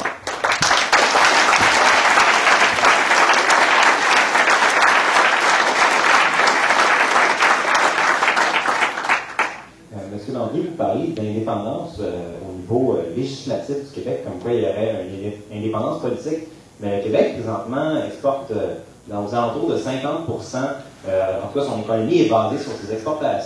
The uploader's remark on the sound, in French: Il a prononcé cette conférence devant plus de 400 personnes. Organisateur : Collège de Maisonneuve.